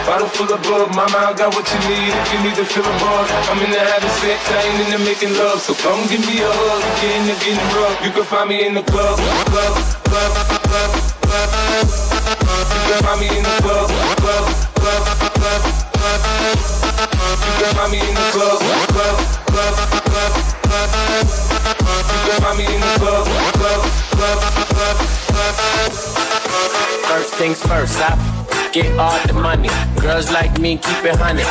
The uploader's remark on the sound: a live DJ set at a recent event